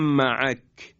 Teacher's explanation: میم مشدد و زمانی که تلفظ میکنیم بیشترین غنه رو داره، مثل معک، این زمانی که میم مشدد رو میخواییم تلفظ بکنیم.